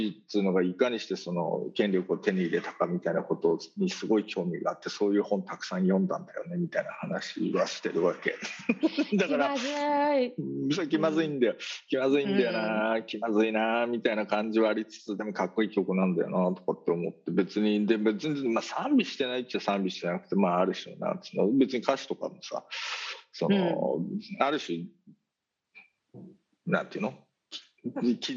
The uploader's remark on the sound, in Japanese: 本収録はビデオ会議サービス「Zoom」を使用し。一部聞き取りづらい箇所があります。